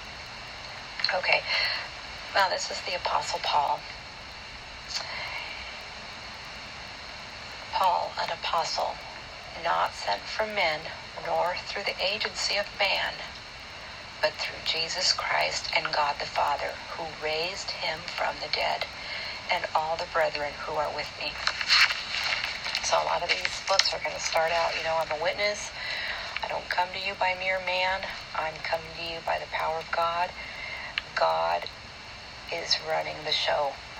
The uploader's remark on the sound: It’s not a very good recording